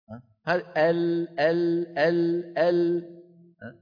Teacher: فينحرف بعض الصوت عن يمين اللسان وبعض الصوت عن يسار اللسان، ويتابع طريقه إلى الخارج كما ترون في الدوائر السوداء عن يمين ويسار اللسان.